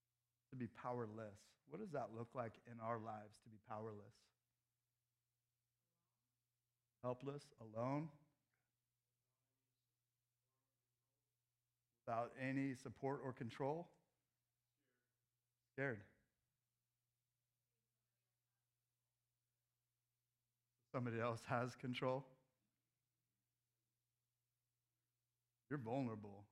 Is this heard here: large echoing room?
yes